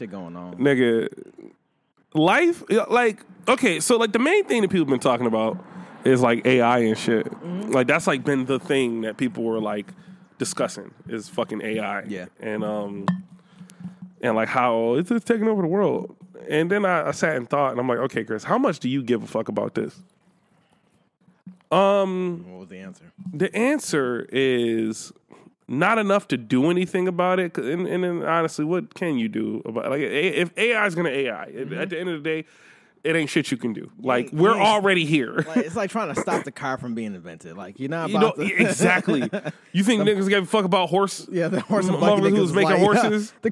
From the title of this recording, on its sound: Outside Edition